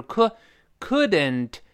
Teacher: 注意那个 L 舌侧音不发音啊